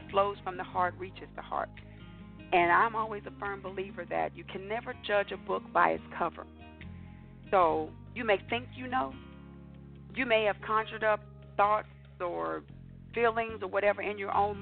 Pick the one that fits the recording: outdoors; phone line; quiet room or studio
phone line